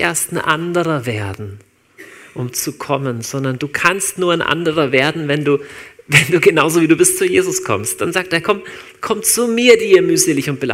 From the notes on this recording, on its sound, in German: Live aus Winterthur der Dienstagsgottesdienst